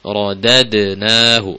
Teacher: Jadi dalnya jangan sampai masuk ke hidung, ya. · Term: qalqalah dal